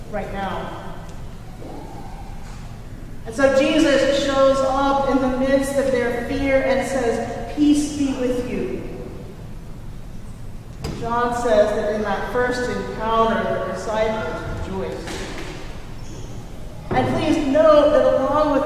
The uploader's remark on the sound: Recorded at Trinity Church in Princeton, New Jersey